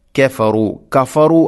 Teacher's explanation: ഇവിടെ കാഫിൻ്റെ ഒരു സിഫത്ത് അഥവാ ലൈറ്റായിട്ട് ഉച്ചരിക്കണം, കനപ്പിക്കാതെ